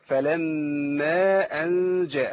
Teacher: عندنا الغنة الميم مشددة بتغني مقدار حركتين